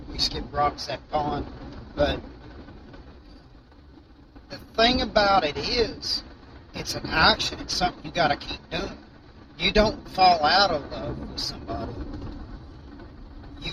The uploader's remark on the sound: Sorry for the road noise but GOD put it on us to start this. We went with it and followed no plan.